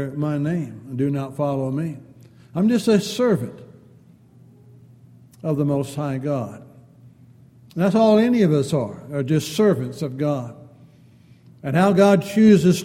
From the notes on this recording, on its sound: Downtown Church Of Christ Audio Sermon